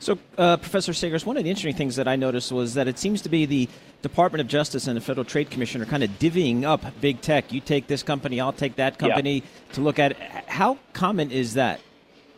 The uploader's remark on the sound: Broadcasting Live from the Bloomberg Invest New York conference.